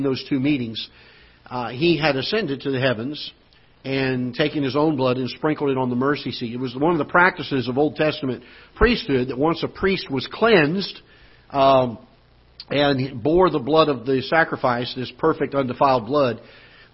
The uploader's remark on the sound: Ketha Heights Baptist Church ~ Live Broadcast